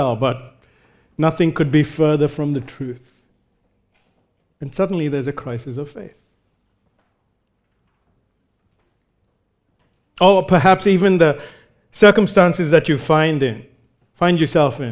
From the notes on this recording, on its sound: recorded live at Grace Community Bible Church